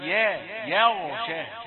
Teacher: خد بالك، يا يغشاها، لا تقول يا يغشاها، لا، الغين مفخمة صحيح، لكن لا تجر الياء بالتفخيم، الياء حرف مرقق عادي